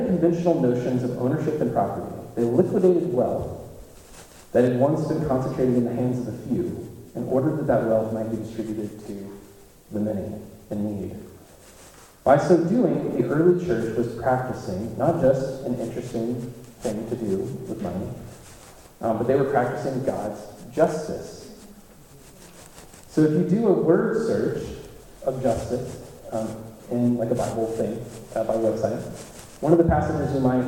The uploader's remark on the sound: There were technical difficulties in recording this week's Race Talks.